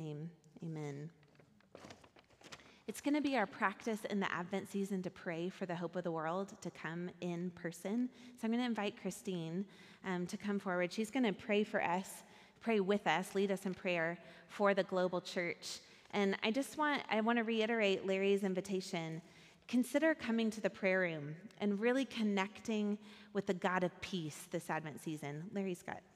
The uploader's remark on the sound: Recorded at our Sunday gathering on December 10, 2023 in Port Orchard WA.